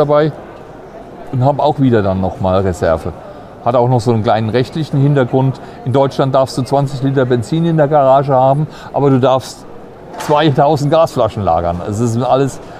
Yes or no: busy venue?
yes